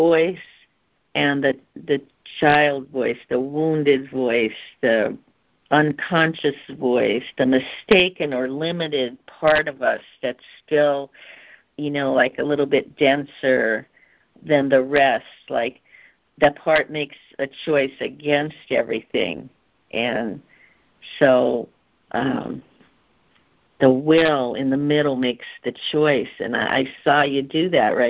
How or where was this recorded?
phone line